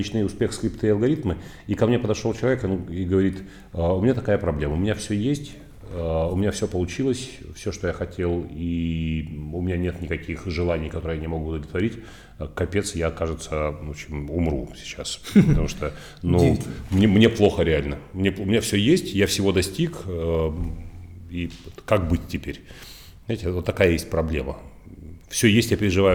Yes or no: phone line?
no